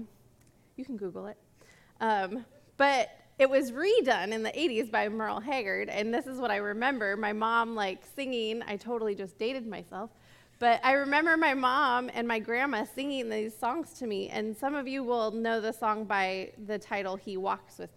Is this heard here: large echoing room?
yes